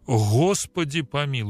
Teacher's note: наличие фрикативного «г», которое мы в жизни не используем здесь, это имеется только в Южной Руси и на Украине